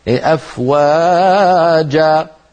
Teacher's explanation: لما نقول أفواجا فليست وا بأطول من جا ولا العكس، لابد أن تكونا بالطول ذاته، فتجد أحدهم لما ينغم أفواجا يطول الأول عن حده اللي هو وا ويقصر الثاني عن حده حتى يأتي به كأنه فتحة · Term: تقصير المد عن حده